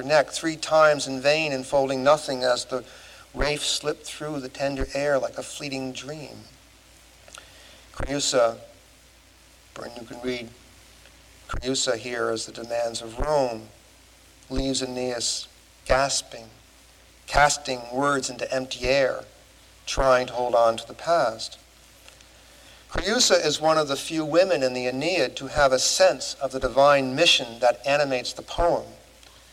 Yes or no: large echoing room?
yes